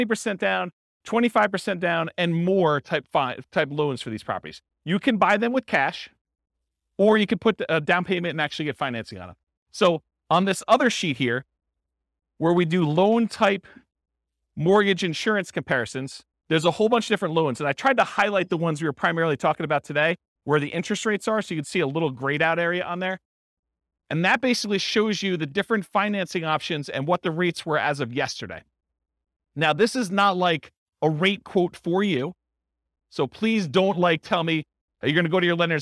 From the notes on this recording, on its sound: This was a live class recorded